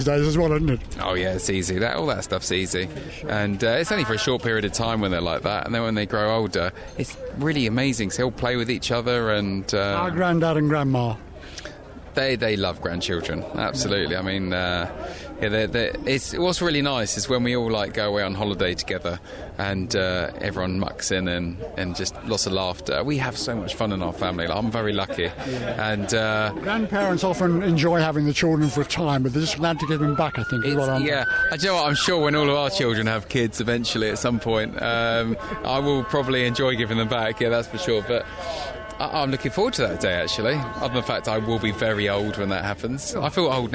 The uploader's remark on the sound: at Thruxton Media Day